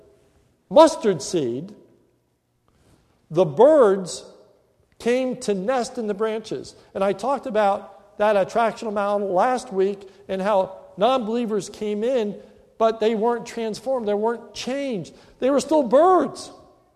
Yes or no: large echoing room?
yes